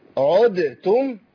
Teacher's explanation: الدال تضغم في التاء إضغام متجانسين صغير · اه تمام، يعني بننطق الدال والتاء. ايوه لا بنطق تائين تاء مشددة